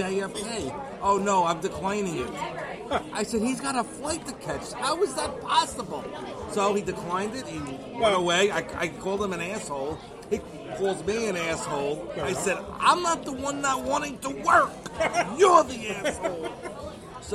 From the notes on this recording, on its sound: We recorded from Craft Kitchen & Taphouse in Wantaugh for Trivia Night. We did record as the food showed up. The podcast this week was recorded via iRig app on the iPhone.